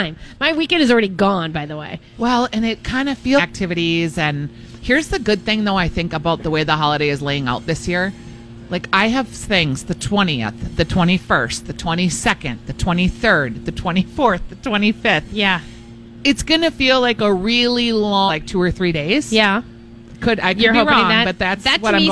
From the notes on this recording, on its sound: Live Broadcasting at EL Burrito!